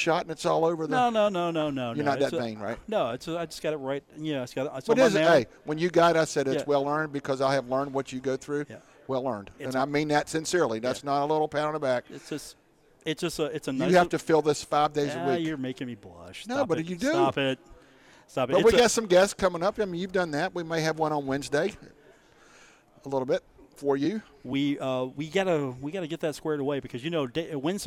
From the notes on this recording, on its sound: from The Union Pub and Grill in Huntington, West Virginia.